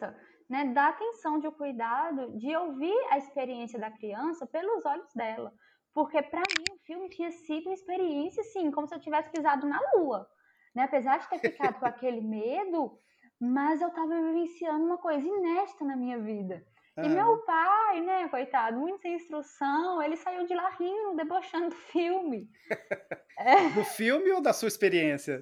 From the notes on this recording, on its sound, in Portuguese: gravado remotamente, qualidade comprometida